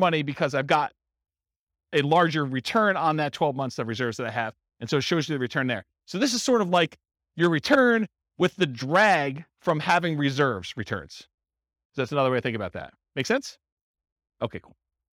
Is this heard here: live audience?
yes